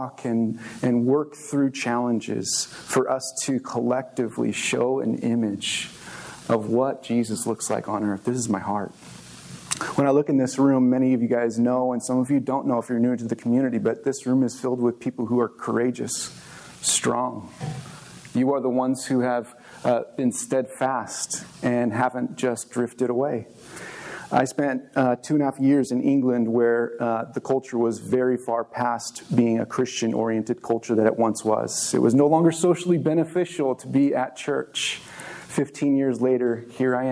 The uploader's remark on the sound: This message was recorded on March 19, 2023, at View Ridge Middle School in Ridgefield, Wa.